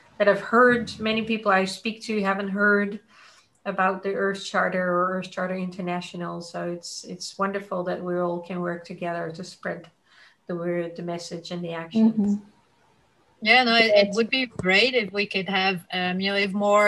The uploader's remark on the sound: This week’s podcast utilises the audio from the webinar interview. From the AnimalConcepts platform.